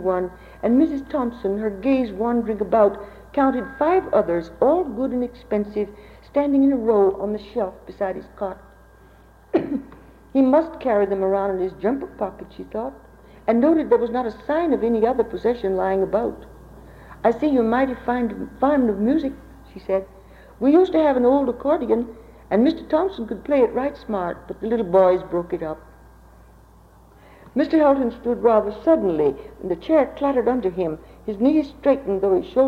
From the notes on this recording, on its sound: In this live “Writers on Recordings” presentation. Took place at the London Review bookshop on July 19, 2019.